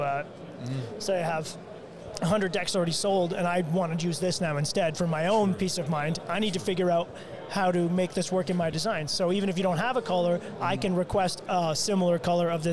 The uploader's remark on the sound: Shot a LIVE episode from the Owens Corning booth.